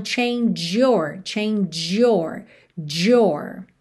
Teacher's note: Aqui a gente já juntou change, que tem esse sonzinho tch, tch, no final, com your.